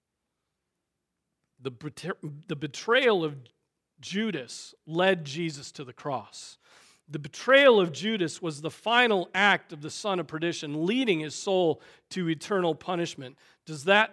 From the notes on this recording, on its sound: Preached on May 14, 2023 at Trinity Presbyterian Church ( Evangel Presbytery ) in Spartanburg, SC.